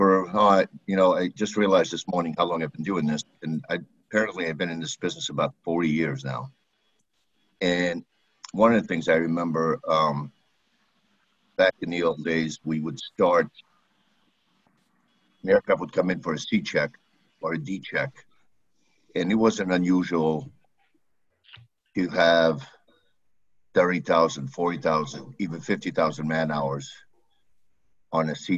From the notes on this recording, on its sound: APTN Zoom Call.